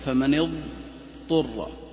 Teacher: بعض الناس يبالغ في الاستطالة حتى يسكت فيقول فمن اضطر، هذا غلط، ما في حاجة إلى السكت هذا.